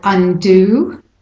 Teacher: an example of an English two-syllable word where both syllables have pretty well equal stress. Maybe the do is slightly more stressed, but undo.